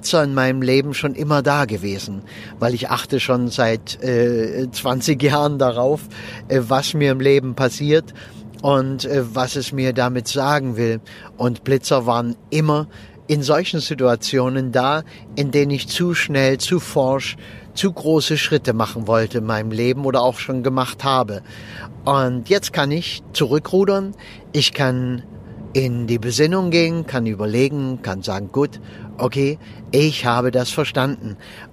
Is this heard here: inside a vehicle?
yes